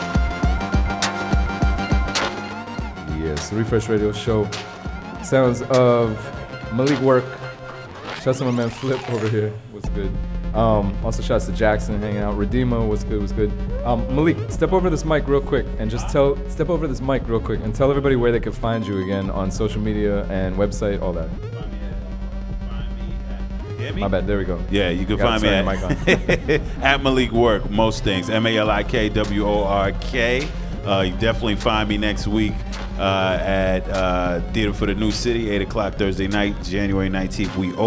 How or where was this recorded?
busy venue